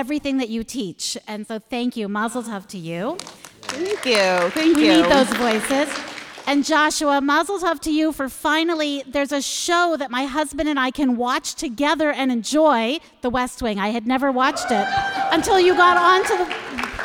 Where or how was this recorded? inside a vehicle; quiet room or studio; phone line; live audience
live audience